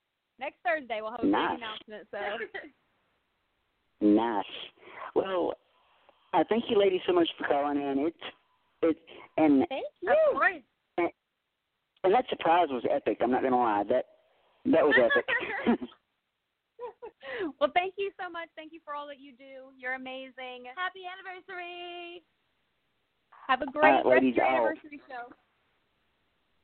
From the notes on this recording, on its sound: We're opening up the phone lines for one hour to take calls from former guests and listeners